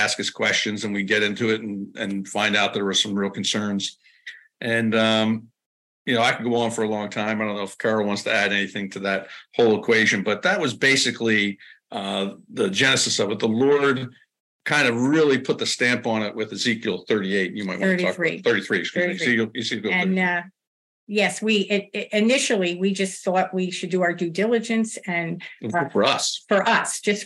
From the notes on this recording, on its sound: We had this interview via zoom last week.